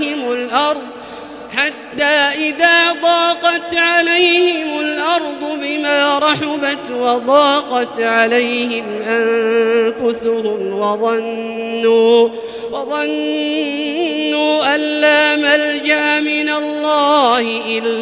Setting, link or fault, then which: setting, large echoing room